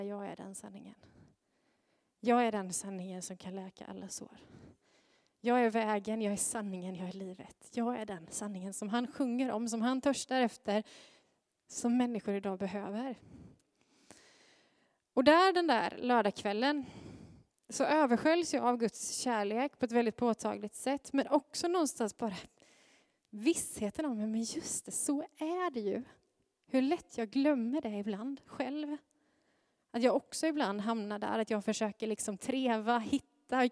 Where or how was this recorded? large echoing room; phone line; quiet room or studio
large echoing room